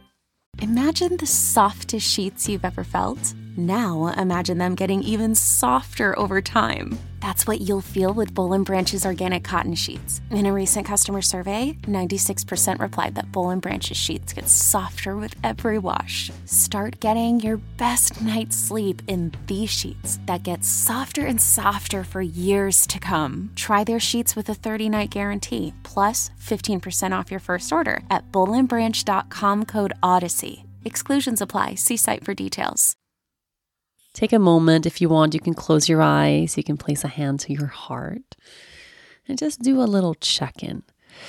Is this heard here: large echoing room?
no